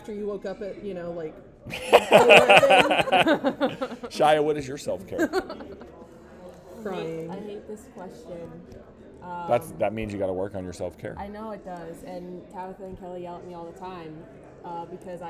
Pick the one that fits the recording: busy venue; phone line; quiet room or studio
busy venue